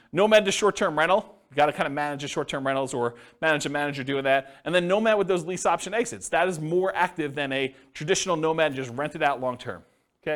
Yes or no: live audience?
yes